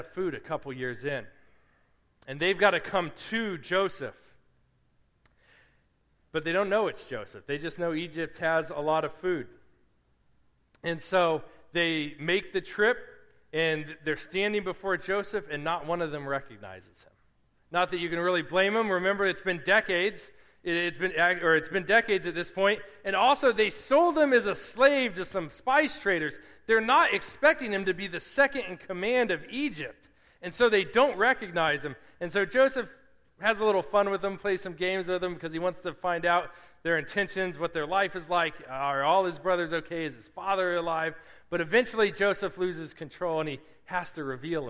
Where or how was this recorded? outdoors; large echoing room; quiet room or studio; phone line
large echoing room